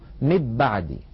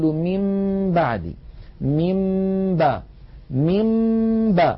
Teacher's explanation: نطبق الشفتين على الميم وعلى الباء إطباقة واحدة من غير أن تتحول الميم إلى باء · Shown in: second take · يعني لا نقول مب بعدي، لو قلنا مب بعدي لكان إضغاما، ولو قلنا من بعدي لكان إظهارا. · Term: الإخفاء